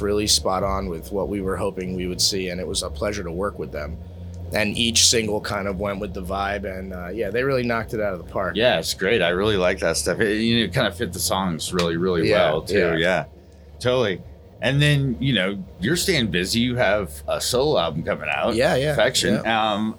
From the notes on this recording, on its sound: backstage at the High Sierra Music Festival